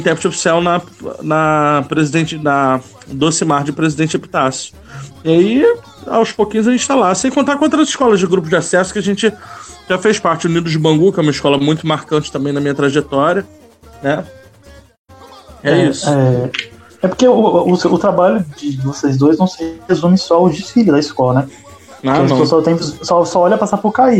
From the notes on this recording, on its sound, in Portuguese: Episódio gravado em live pela fanpage da liga.